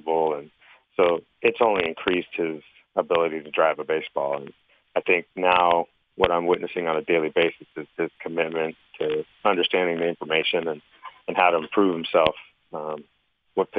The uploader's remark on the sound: called in to the … and … show.